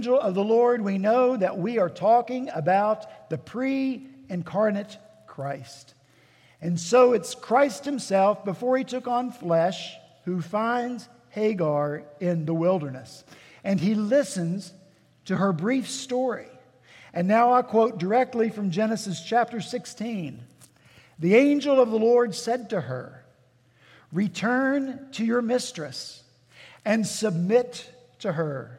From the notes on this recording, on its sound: At Redeemer Presbyterian Church in Charleston, SC